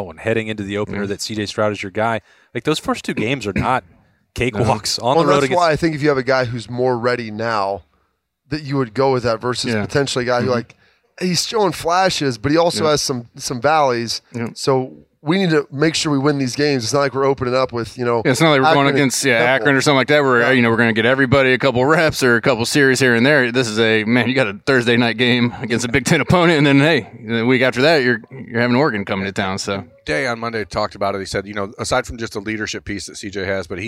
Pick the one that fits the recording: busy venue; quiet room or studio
busy venue